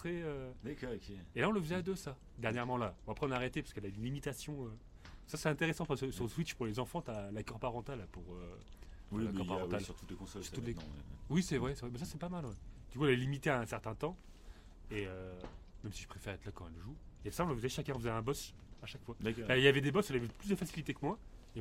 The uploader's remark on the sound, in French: On enregistre dans un refuge en pleine montagne. Cet enregistrement est dans un refuge au coeur de la montagne.